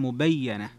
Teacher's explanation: تفرد ابن كثير وشعبة بتشديد الياء لكن مع الفتح